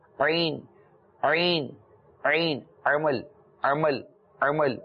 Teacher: عمل عین سے ہے، عین نکالے حلق کے بیچ سے نکالیں گے · Term: وسط حلق